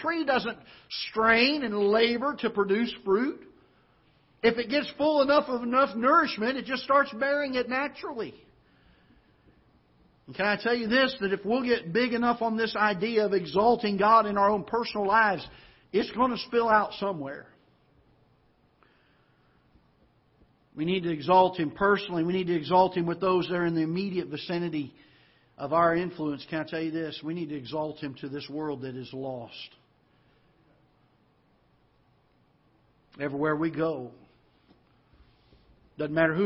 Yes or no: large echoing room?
yes